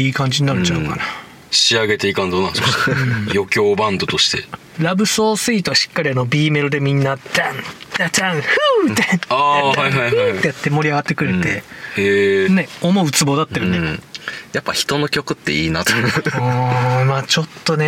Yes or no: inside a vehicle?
yes